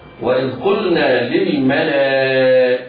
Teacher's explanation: ذال إذ يجب على القارئ بيانها من غير قلقلة